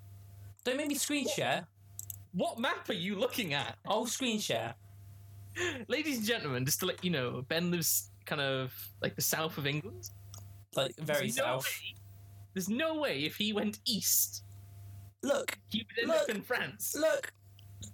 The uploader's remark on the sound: We apologies for the bad audio - we're still working on getting it set up right!